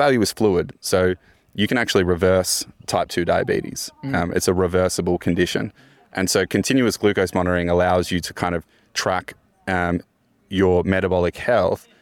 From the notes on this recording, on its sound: recorded at the Digital Health CRC Curiosity Camp